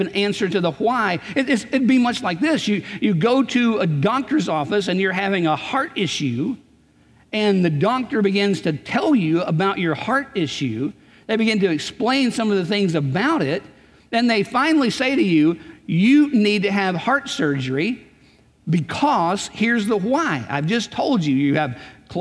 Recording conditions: large echoing room